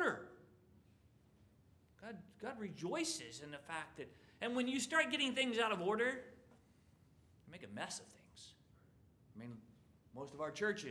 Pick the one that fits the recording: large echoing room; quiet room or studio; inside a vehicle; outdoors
large echoing room